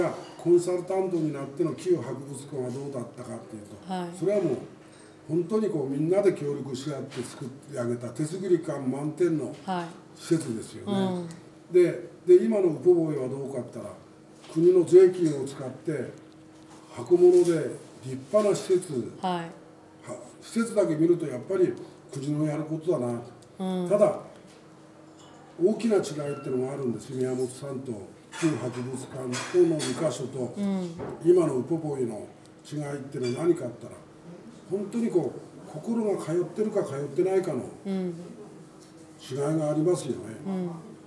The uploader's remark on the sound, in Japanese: 白老町のコミュニティセンターの1階にあるカフェ「ピラサレ」で収録しています。